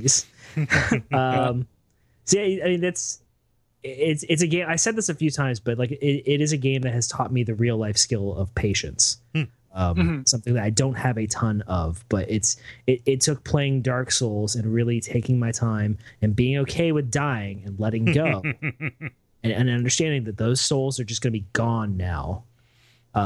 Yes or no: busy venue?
no